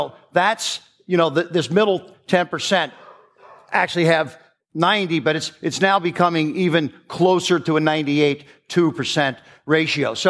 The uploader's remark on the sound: Recorded live at the Genius Network Annual Event.